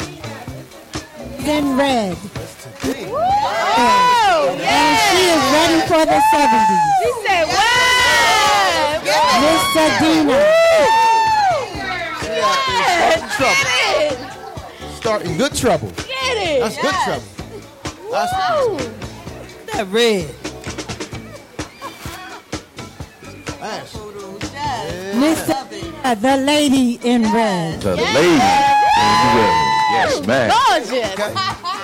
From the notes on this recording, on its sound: This podcast episode was recorded in front of a live studio audience